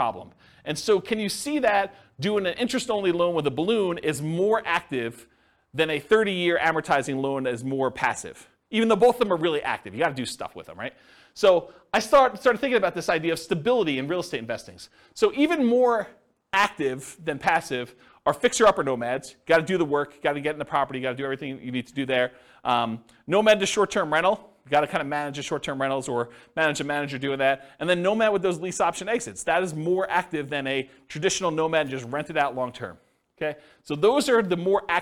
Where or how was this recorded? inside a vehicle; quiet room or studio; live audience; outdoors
live audience